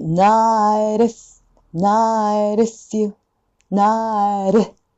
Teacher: ナイトの T と IF のところがフラップ。